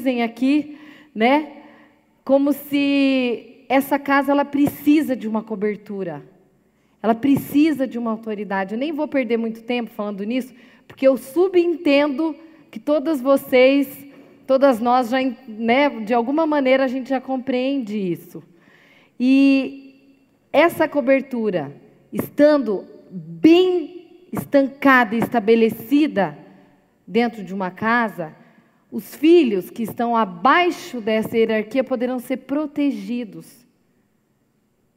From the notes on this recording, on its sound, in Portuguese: Gravado ao vivo na Igreja Presbiteriana Central de Cascavel.